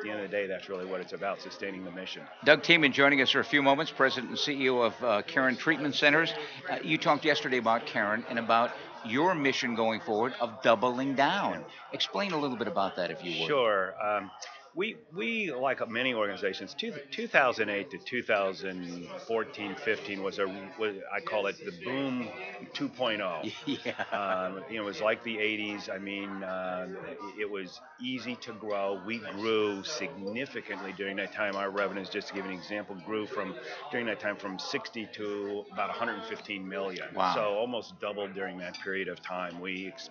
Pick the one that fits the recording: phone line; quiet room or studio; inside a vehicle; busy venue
busy venue